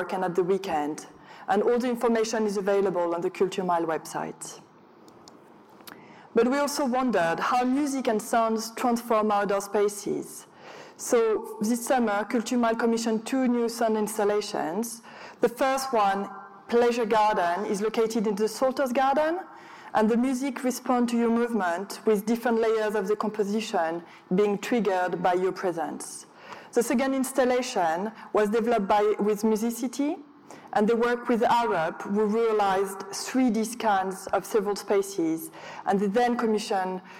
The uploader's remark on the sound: An on-stage conversation